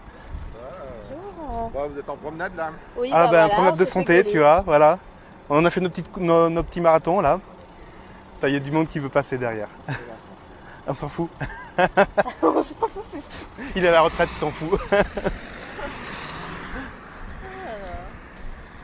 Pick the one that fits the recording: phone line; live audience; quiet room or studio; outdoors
outdoors